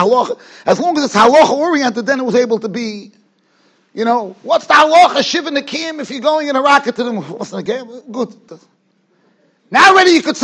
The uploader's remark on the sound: Shiur recorded in Yeshivas Ohr Reuven, Monsey, NY.